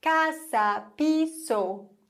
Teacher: Aber das S wird nicht gelispelt im Spanischen. Das S ist ein S.